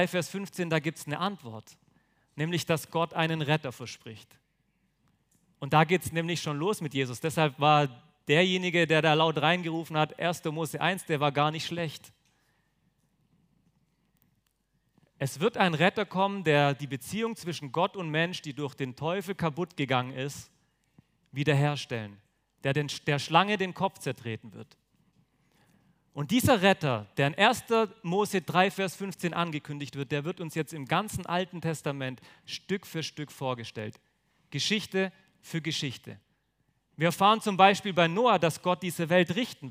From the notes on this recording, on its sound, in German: auf dem Younited #weekend 2023 in Friolzheim (Jugendverbandstreffen des Christusbundes)